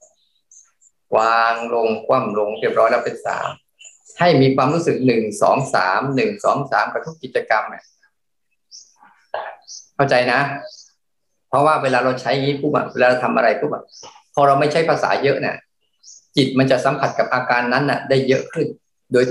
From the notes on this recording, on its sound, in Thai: คอร์สออนไลน์ (ผ่านโปรแกรม Zoom)